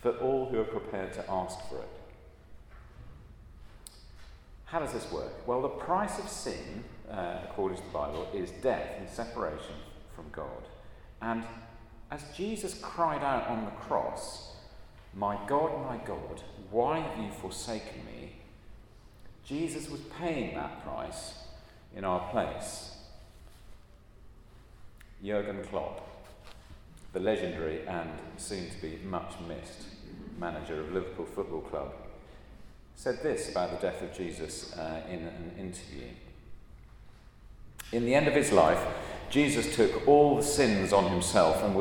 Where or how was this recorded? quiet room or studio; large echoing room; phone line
large echoing room